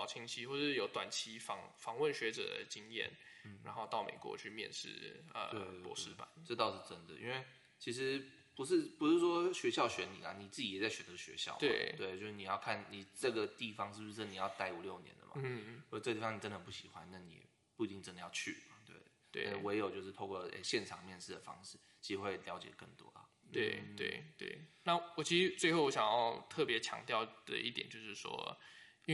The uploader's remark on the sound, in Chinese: 可能有時候錄音的地點限制，後製處理如降噪音等後會降低一些聲音，造成部分聽眾的不便。